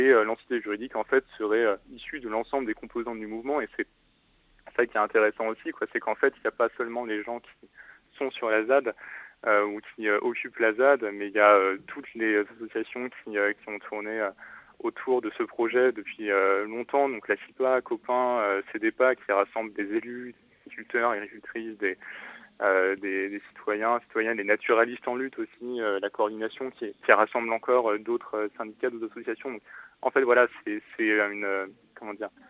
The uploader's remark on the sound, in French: On reçoit par téléphone. Radio Campus Paris.